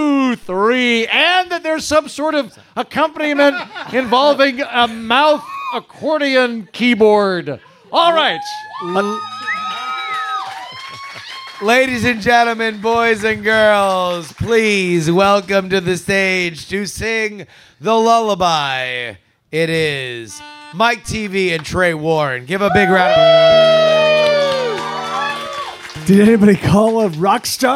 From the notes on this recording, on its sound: Live in Austin, June 2023. Quack's Soundspace, it's Great Night live!